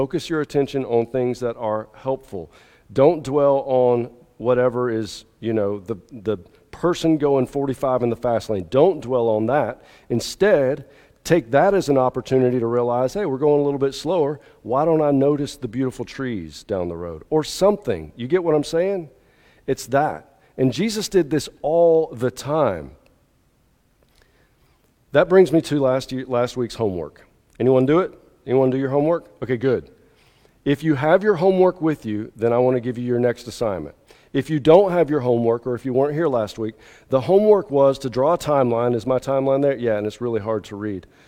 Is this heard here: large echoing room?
yes